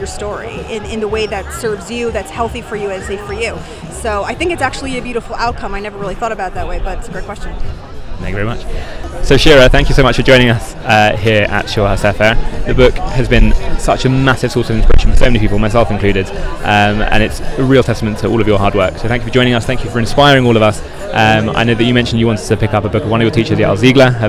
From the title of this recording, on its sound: LIVE from Shavua HaSefer in Jerusalem